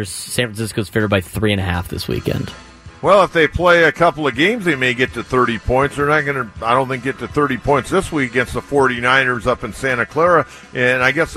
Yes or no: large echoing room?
no